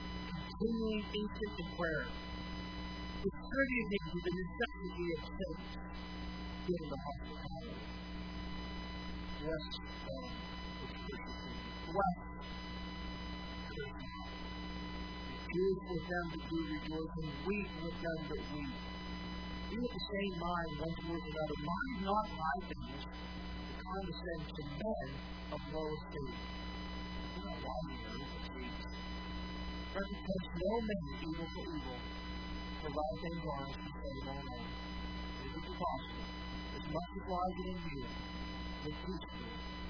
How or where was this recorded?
large echoing room